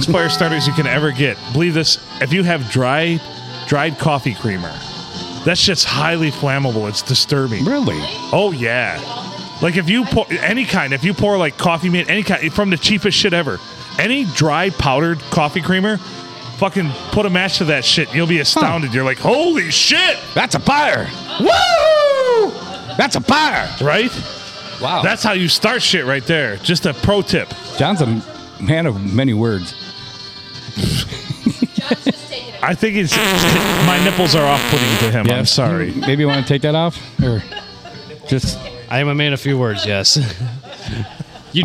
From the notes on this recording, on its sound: Recorded at the big old round table at the Blue Water Inn and Sports bar on a Monday!